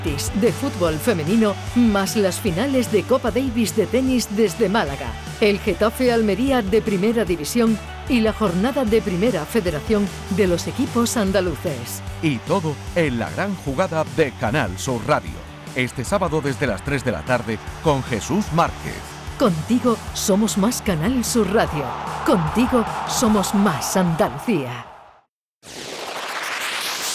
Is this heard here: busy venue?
yes